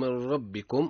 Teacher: قبل الراء النون من لفظ من عند راء ربكم حكمها الإدغام بلا غنة